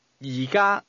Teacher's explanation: That's a mid-falling, high-level combination.